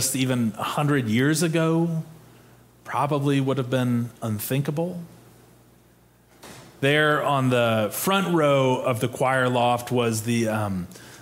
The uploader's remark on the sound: Preached on November 27, 2022, in our Sanctuary and MorningSong worship services.